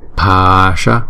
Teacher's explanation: Chữ Pa thì chúng ta sẽ kéo dài hai nhịp. Còn chữ Sa thì chúng ta uốn cong lưỡi lại.